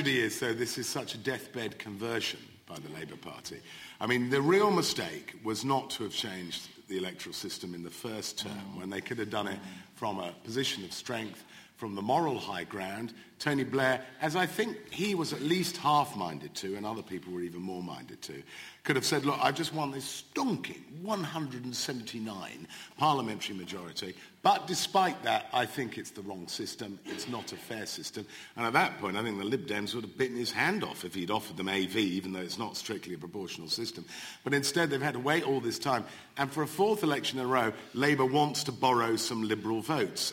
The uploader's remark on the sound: Live from Kings Place. In front of a live audience.